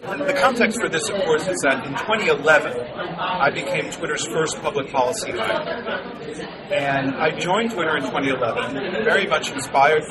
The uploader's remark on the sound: The Tech Policy Grind is bringing you to State of the Net 2024 Live! In this episode, we put together three conversations from our live recording at the conference.